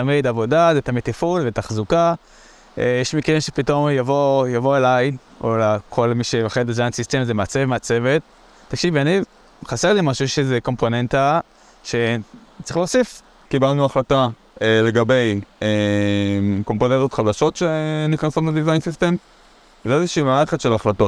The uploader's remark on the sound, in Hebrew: להקלטה מיוחדת ישר מחוף הים